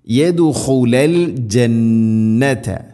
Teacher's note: ലയ്യദുഖുലൽ ഇദ്ഗാം ബിഗുന്ന. ലയ്യദുഖുലൽ യദ് ദാലിന് ഖൽഖല ചെയ്യണം, ശരിക്കും കേൾക്കണം.